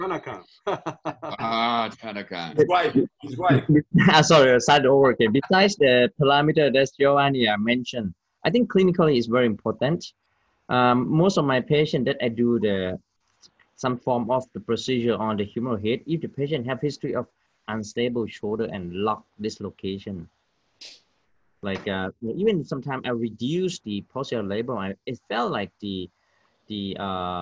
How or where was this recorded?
video call